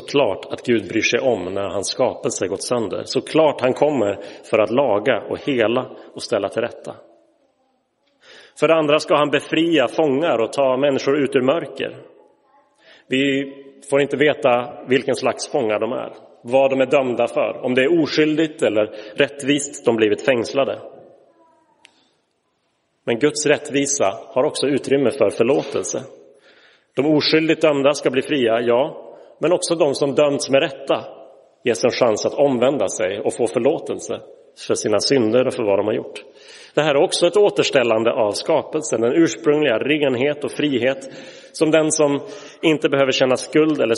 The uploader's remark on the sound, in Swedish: Inspelad i Roseniuskyrkan den 7 januari 2023.